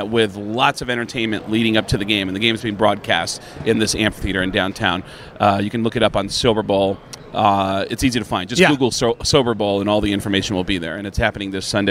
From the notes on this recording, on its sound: live from Las Vegas on Radio Row